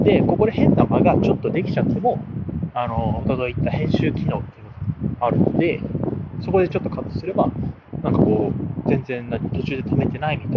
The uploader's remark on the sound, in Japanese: 歩きながら録るとこんな感じ。From Radiotalk。